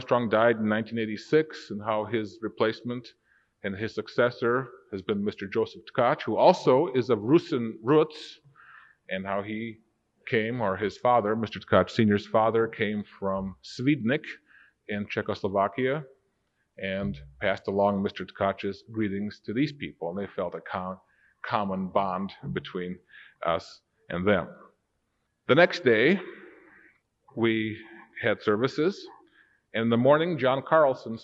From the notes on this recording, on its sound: Recorded September 28, 1992 in the Worldwide Church of God. This was recorded when I was Assistant Director of Church Administration for the Worldwide Church of God in Pasadena, California.